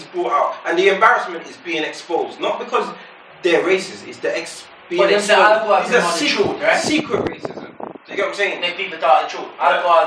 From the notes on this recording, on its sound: messed up the recording